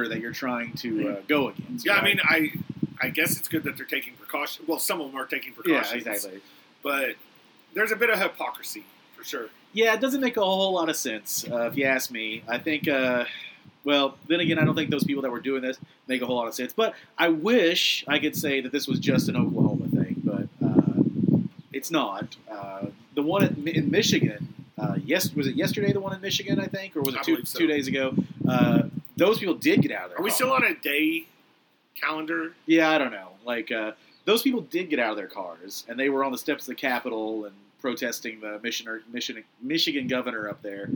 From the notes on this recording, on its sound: It's another patio show! Sorry about the sound quality!